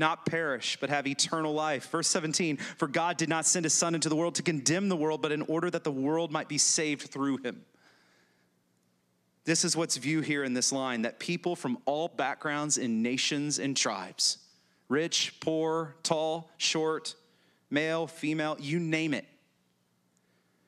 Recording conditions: large echoing room